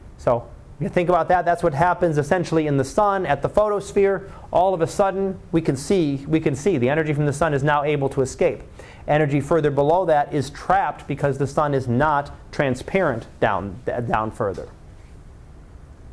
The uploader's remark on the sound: Live Class Lecture.